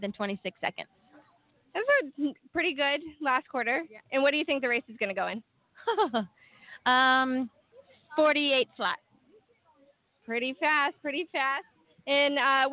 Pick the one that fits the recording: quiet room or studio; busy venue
busy venue